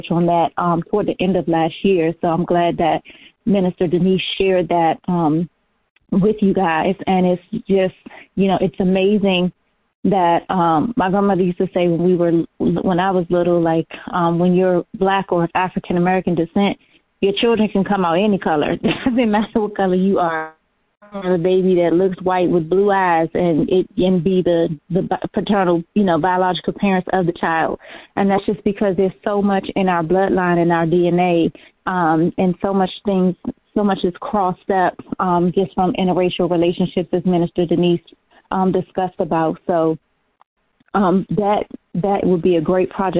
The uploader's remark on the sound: Conference Call